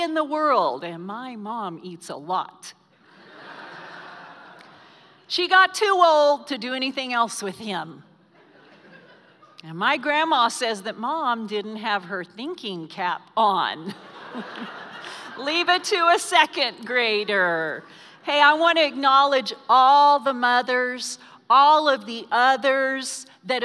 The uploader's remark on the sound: Recorded live during our Sunday morning service